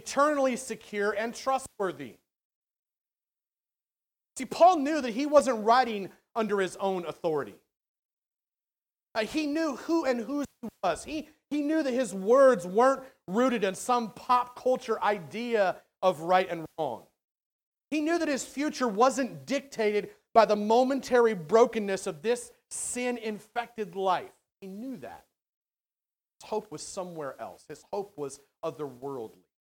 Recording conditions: large echoing room